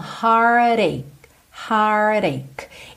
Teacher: Esse CH final tem esse som como se fosse um K, ok? Só que ele não é tão marcado.